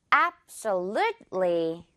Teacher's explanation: 자, 역시 루틀리 아니라 끝부분 룻리 이렇게 두 글자 느낌으로 신경 쓰면서요.